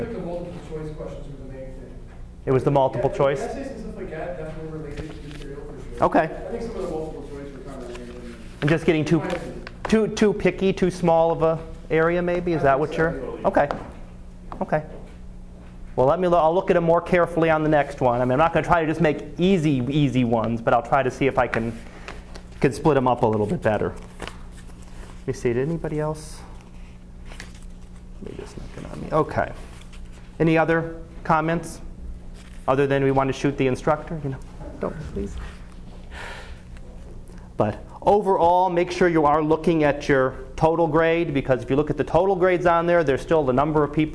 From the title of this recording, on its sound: Live Class Lecture